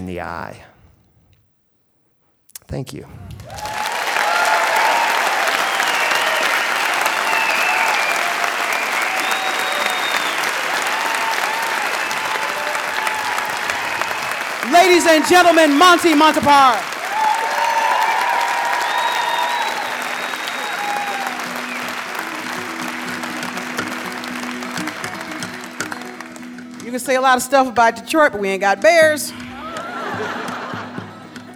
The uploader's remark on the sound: A special live edition of The Moth brought to you from the Lobero Theater in Santa Barbara, California.